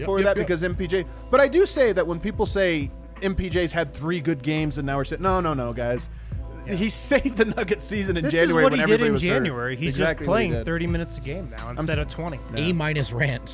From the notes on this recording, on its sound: The guys are live from the DNVR Bar to break down the game.